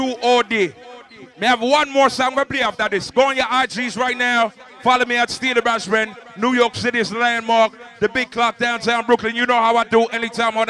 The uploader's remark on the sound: Live at Island Saturdays in Providence, RI on April 23, 2016.